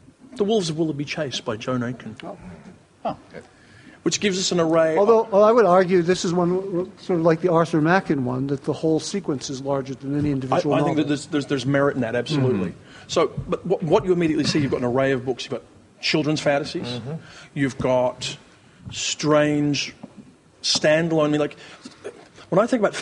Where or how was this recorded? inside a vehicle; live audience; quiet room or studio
live audience